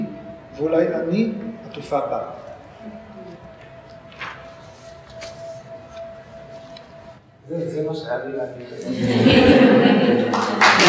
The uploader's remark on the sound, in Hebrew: כפי שהוקלטה במפגש בבית האמנים